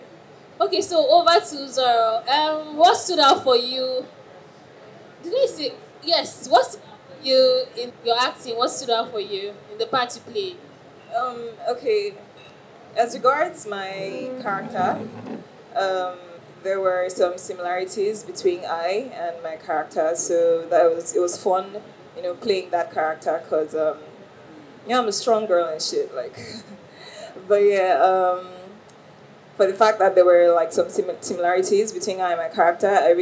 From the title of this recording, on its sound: Panel Discussion from the Finding Idara World Premiere